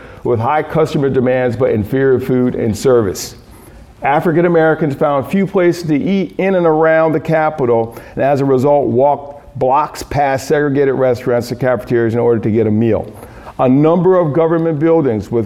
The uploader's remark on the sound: excerpt from a Key Note delivered at a Food Justice Symposium, March 30, 2019, Phillips Academy Andover, Massachusetts